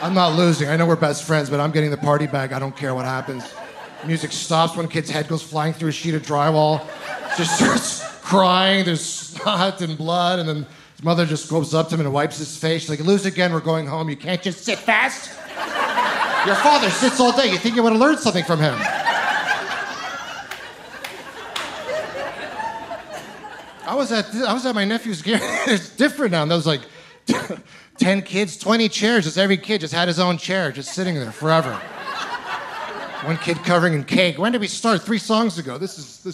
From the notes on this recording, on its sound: From the Okanagan Comedy Festival